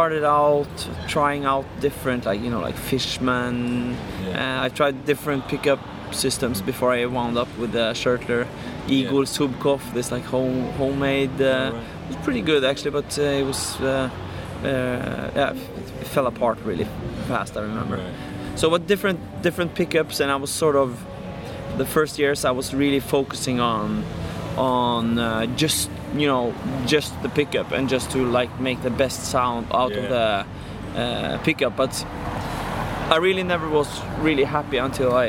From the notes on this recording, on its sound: We really were rushed as our schedules only just matched up for an hour and we had difficulty finding anywhere quiet. We opted for the park down the way from Ronnies so the sound quality is not amazing and there is alot of background noise.